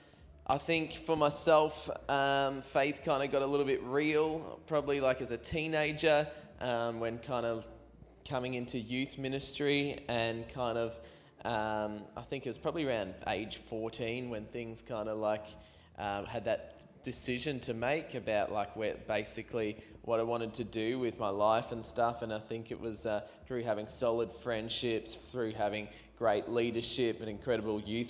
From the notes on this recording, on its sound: Questions from the audience at BRAVE CONFERENCE 2019. LIVE. QnA.